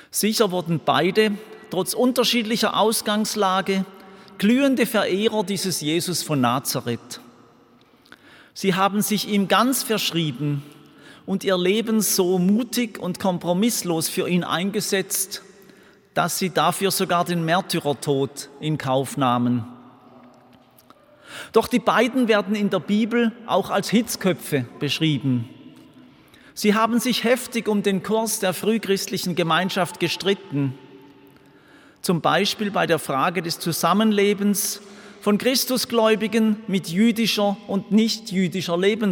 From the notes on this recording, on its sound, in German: Römisch-katholischer Gottesdienst aus der Kirche Leuggern AG. Zum Festtag singt der Kirchenchor.